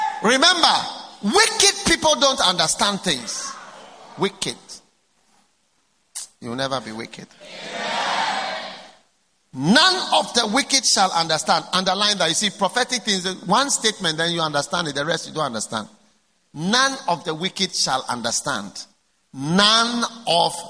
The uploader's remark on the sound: Preached at the First Love Church, Accra.